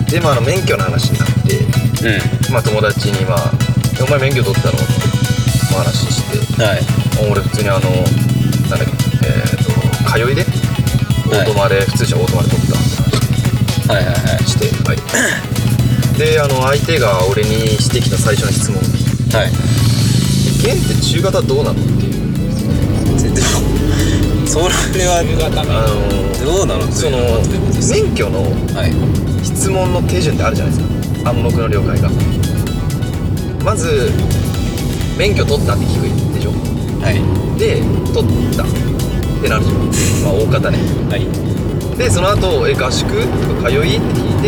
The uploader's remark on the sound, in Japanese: 車内のため少し音声が悪くなっております。